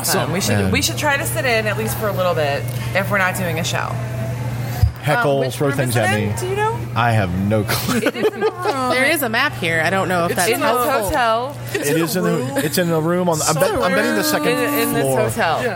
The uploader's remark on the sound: SteamCon 2018. This episode was recorded at Motor City SteamCon.